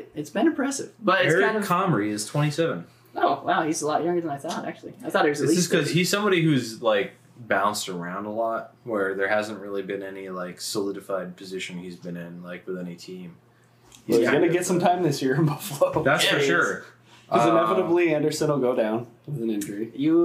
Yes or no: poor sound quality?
yes